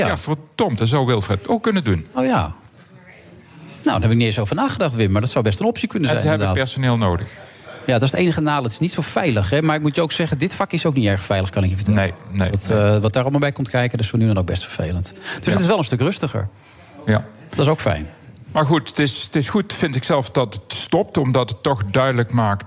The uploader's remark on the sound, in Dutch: Live vanuit de SkyLounge van het Double Tree by Hilton Hotel in Amsterdam